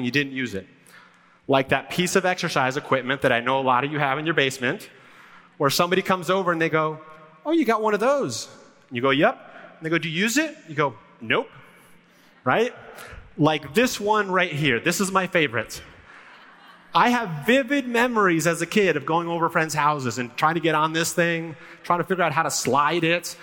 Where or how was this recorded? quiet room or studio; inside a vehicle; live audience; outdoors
live audience